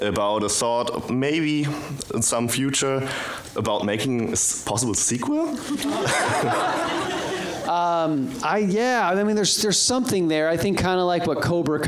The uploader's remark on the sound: we recorded the Q&A from the birthday screening